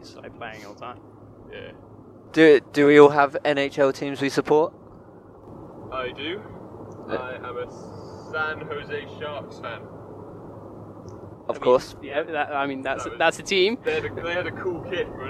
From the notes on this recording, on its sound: This week we're out and about! Invited us to join him for a Coventry Blaze ice hockey match, so we grilled him in the car ride home and got all the juicy goss.